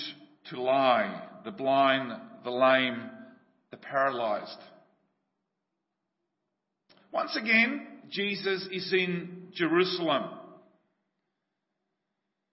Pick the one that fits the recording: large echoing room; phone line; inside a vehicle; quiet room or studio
large echoing room